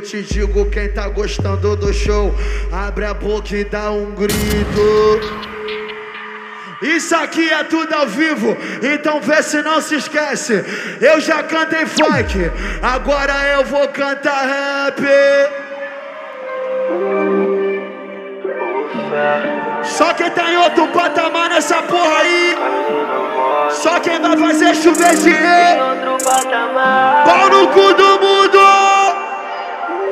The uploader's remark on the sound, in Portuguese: AO VIVO NO BAILE DA SUÉCIA